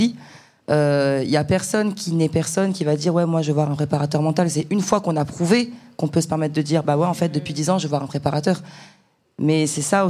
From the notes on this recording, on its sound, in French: l'enregistrement d'un talk organisé le 05/10/23 par mūsae et l'association Nightline